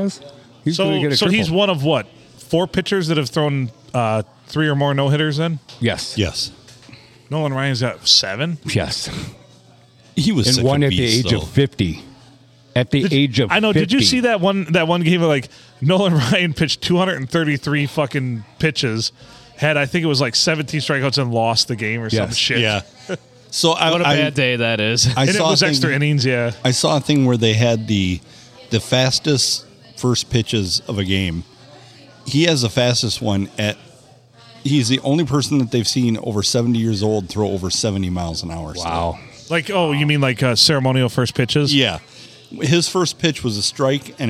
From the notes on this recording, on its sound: We record on a Monday from Bench Warmers in Sandusky.